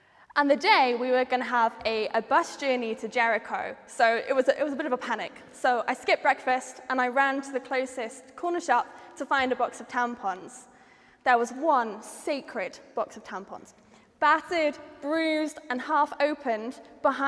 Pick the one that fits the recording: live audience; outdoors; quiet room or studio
live audience